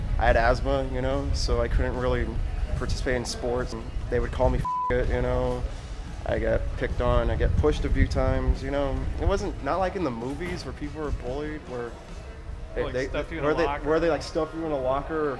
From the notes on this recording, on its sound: First off, apologies for the wind in some sections. We went on campus to get your stories about getting bullied.